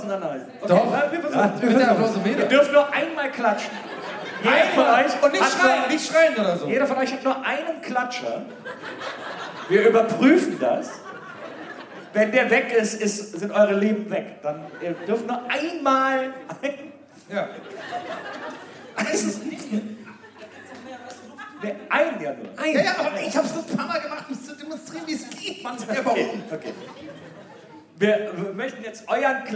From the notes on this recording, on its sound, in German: Aufgenommen LIVE in Köln am 20.09.2021